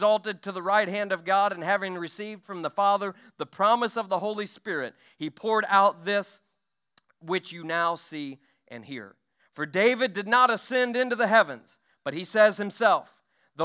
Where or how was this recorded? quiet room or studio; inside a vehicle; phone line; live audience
live audience